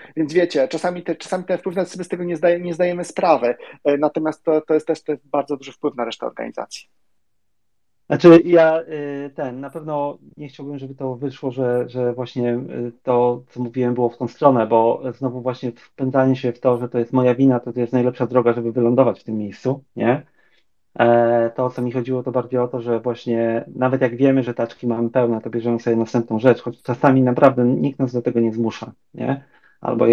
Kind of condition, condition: link, video call